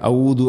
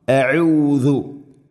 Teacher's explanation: ഹംസ തൊണ്ടയുടെ താഴെ ഭാഗം, ഐന് തൊണ്ടയുടെ തൊട്ട് മുകളിൽ മധ്യഭാഗം · Shown in: second take · പ്രധാനമായിട്ട് ശ്രദ്ധിക്കേണ്ടത് ദാല് ഔദു അല്ല, അപ്പോൾ അർത്ഥം മാറിപ്പോവും.